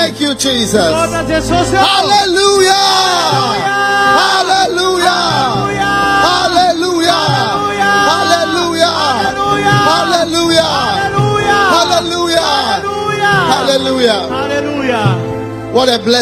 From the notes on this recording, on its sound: Preached at the Healing Jesus Crusade May 2023, Mahajanga-Madagascar.